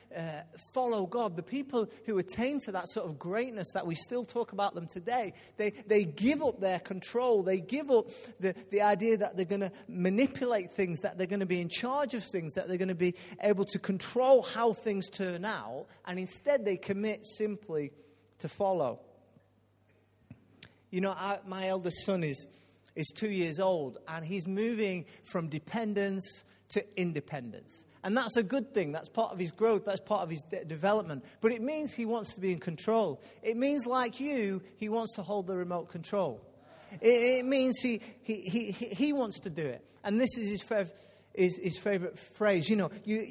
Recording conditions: large echoing room